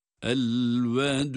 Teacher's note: Sonraki dal ise cezim ile ve kalkale ile duruyoruz.